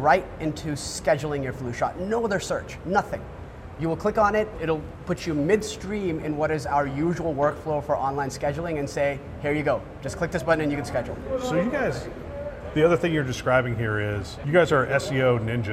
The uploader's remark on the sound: Interview in Action live from CHIME’s Fall Forum